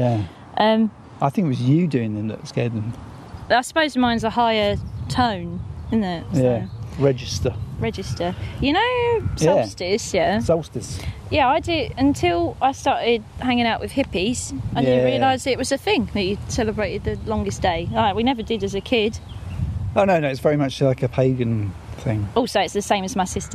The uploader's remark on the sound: a hot summer's ramble near Piddington with sheeps